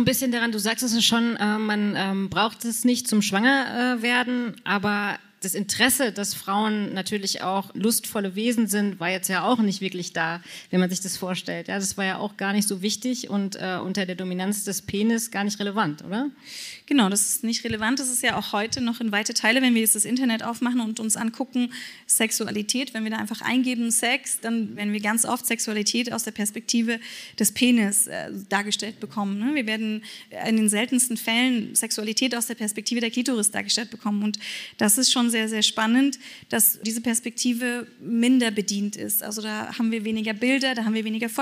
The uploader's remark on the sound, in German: Live auf der Re:publica